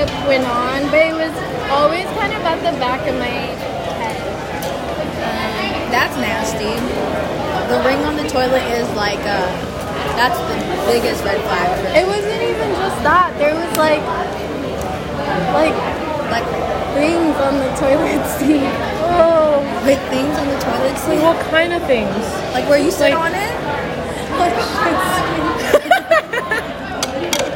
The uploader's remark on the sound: recorded at Izakaya Kou in the Fillmore